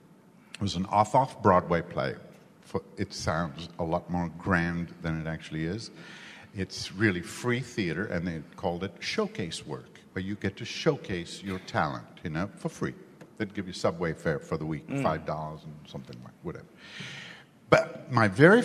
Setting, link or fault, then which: setting, busy venue